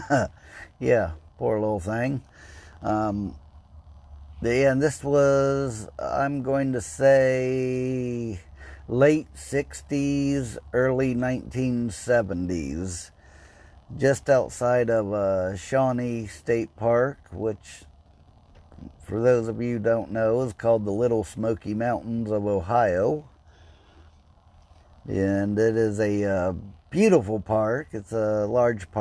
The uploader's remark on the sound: Just a quick podcast while sitting in my car and waiting.